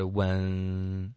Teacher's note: When 结尾的 N 你没有顶舌头，你发的是 when，这是前鼻音